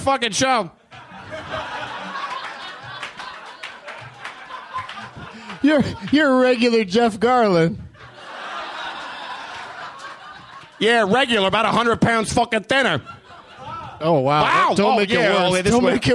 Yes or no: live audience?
yes